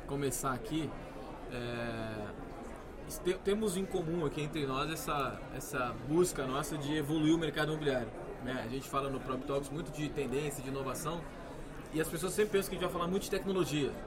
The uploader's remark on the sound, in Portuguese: gravados durante o evento Rede Show organizado pelo Secovi